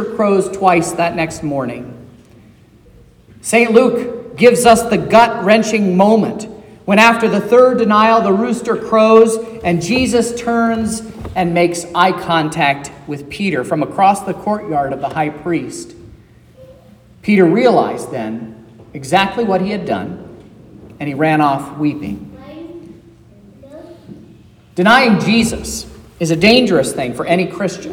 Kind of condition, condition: setting, large echoing room